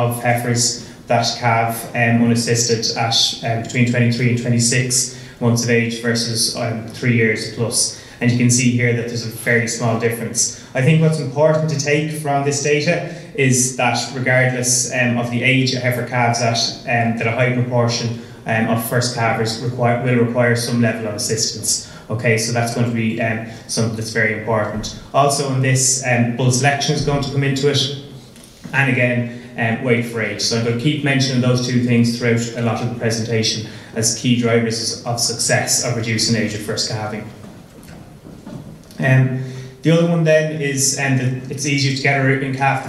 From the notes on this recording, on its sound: the four presentations that were given at the Teagasc National Beef Conference panel discussion in December 2022